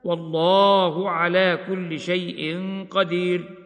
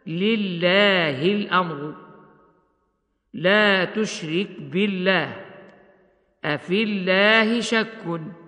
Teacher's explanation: اللام من اسم الجلالة إذا سبقت بكسر وجب ترقيقها · Shown in: second take